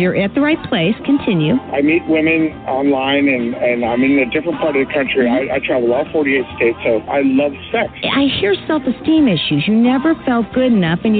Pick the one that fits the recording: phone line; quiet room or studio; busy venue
phone line